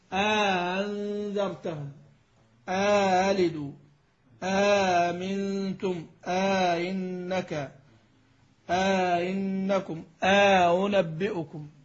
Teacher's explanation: القسم الأول اللي هو الهمزتين من كلمة اللي هو تكلم عنه الآن، همزتان من كلمة. قال يسهل الهمزة الثانية، خلاص نسهل أنذرتهم، لكنه قال بعدها مع إدخال ألف الفصل بينهما